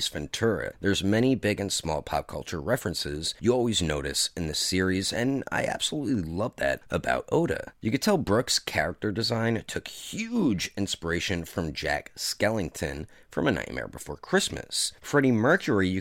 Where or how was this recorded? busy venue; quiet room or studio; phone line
quiet room or studio